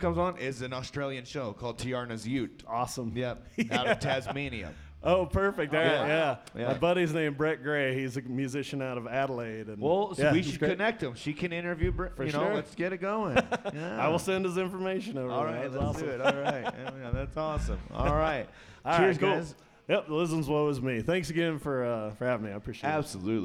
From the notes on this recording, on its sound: This is a special episode recorded at Western Sky Bar and Taproom in Englewood, CO.